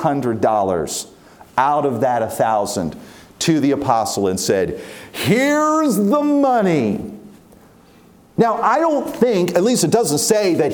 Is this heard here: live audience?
yes